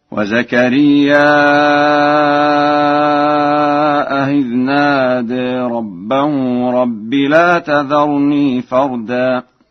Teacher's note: قرأ ورش زكريا بالهمز مع تسهيل الهمزة الثانية بين هكذا